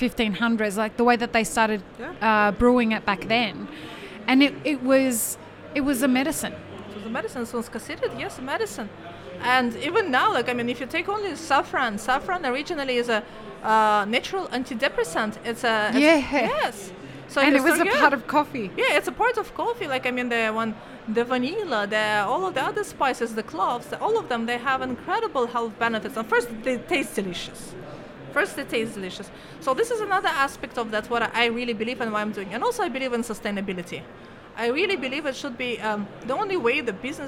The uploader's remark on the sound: Live-streamed from the show floor at World of Coffee Dubai 2024.